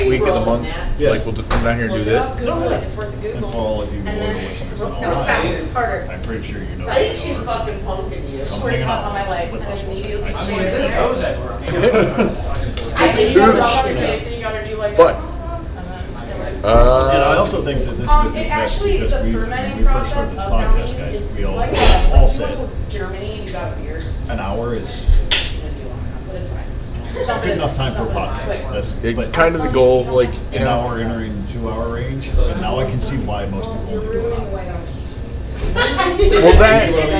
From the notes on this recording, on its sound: Live From Wadsworth Tavern. Haunted History Tours around the square of Wadsworth, Ohio. Recorded live at Wadsworth Tavern!